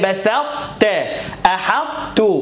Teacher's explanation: بتبقى صفه الاطباق وتذهب صفه القلقله · Term: ادغام ناقص